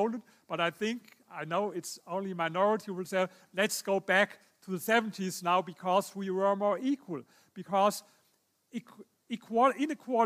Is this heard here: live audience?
yes